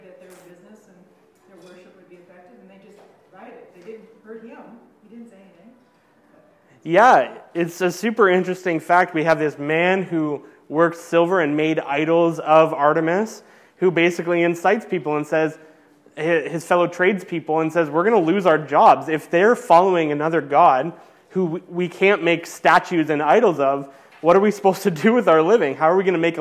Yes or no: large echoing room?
yes